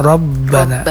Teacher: Nah, itu tasydid ba-nya itu jangan putus itu.